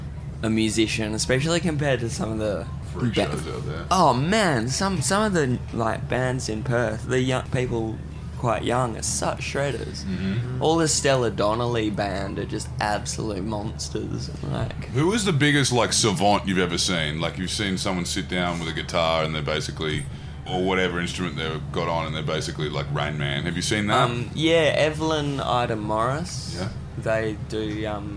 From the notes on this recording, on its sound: Recorded live from the recent Diamantina Drought Relief Concert.